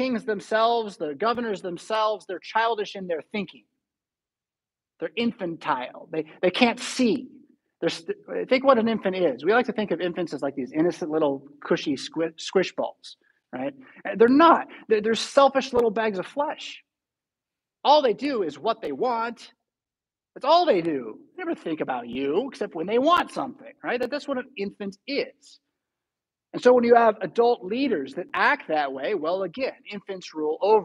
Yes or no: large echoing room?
yes